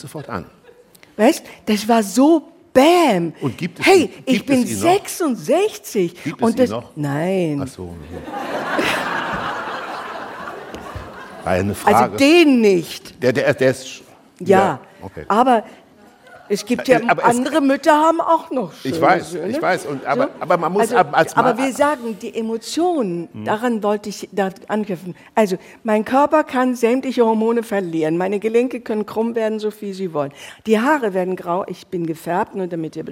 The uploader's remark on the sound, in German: In der dortigen Ritterakademie. Vor begeistertem Publikum.